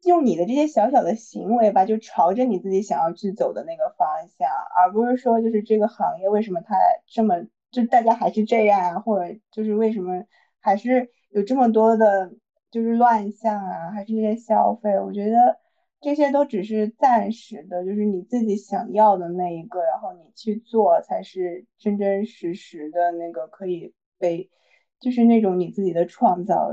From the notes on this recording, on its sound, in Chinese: 本期节目我们三个人分别位于北京，上海，乌鲁木齐，异地录制初次试水可能不够精致与流畅。